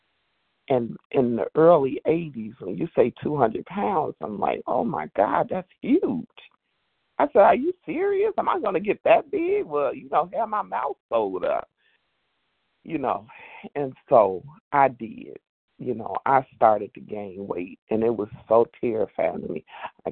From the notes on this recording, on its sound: 100 Pounders Phone Meeting, 12/6/23.